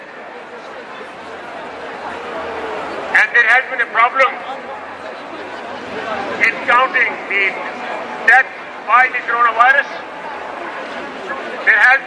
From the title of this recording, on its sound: Live From Trafalgar Square, London: Unite For Freedom Mass Protest & March